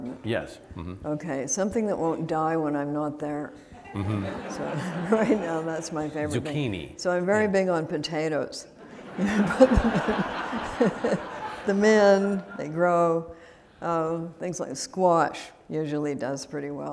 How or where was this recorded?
live audience